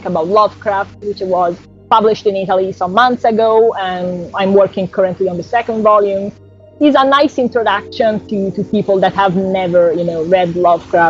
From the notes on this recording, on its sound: Because of the distance between us (she's in Italy), the audio quality is a bit rough this week.